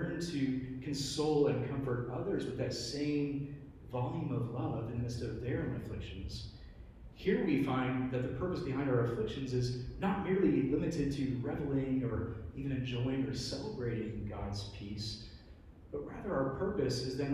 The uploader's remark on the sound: Preached at New Hope Community Church, EPC (Lynchburg, VA)